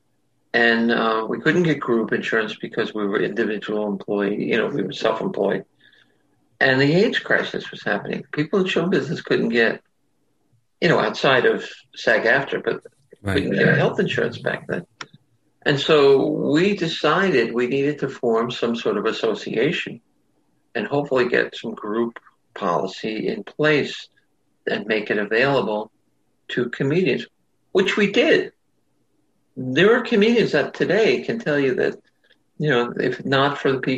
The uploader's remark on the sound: sat down with me over Zoom